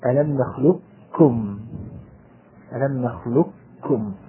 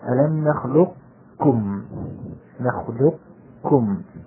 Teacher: الإدغام الكامل أي تذهب كل صفات القاف · Shown in: first take · وننتقل فيها إلى الكاف مباشرة، ألم نخلقكم إدغاما كاملا. · وننتقل فيها إلى الكاف مباشرة، ألم نخلقكم إدغاما كاملا. والإدغام الناقص وجود صفة من صفات القاف وهي التفخيم، فأقول ألم نخلقكم، نخلقكم، فيكون الإدغام فيها إدغاما غير كامل.